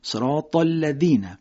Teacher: زیر دالزلی شبیه دال ادا میشه، سر زبان تیزی دو دندان جلوی بالا